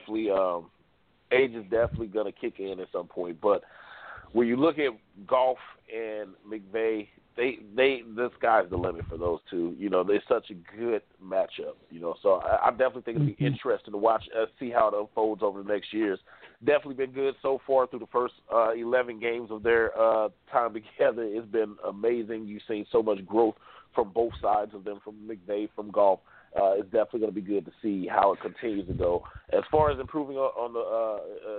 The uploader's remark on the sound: The lines are open for listeners to call.